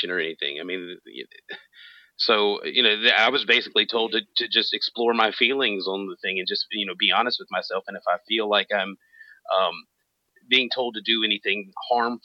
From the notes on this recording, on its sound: Despite technical difficulties in our Clubhouse conversation